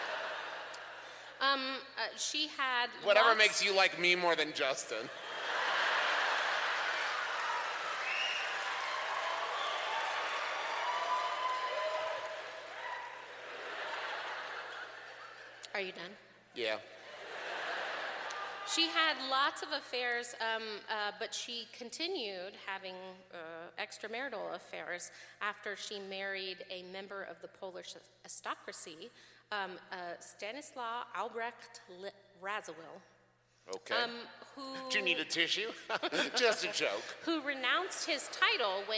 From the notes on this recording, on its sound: This week's episode was recorded LIVE in Salt Lake City.